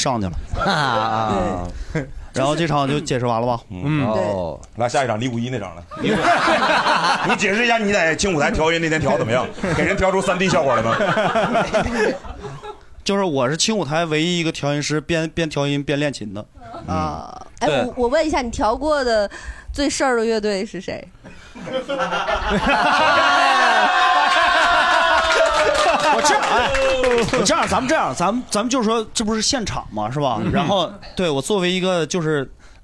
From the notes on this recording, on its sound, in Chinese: 这是一档由喜剧演员们和现场观众朋友们共同录制的播客节目。